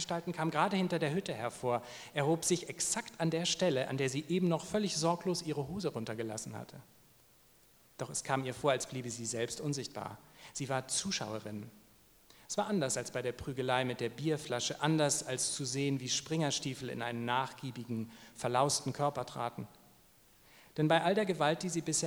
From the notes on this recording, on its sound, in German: liest live beim Eichborn-Salon in Köln